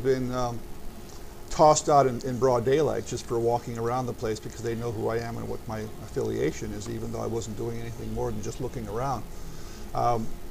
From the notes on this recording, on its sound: On location. Bachelor's Grove Cemetery, Monks Castle and more.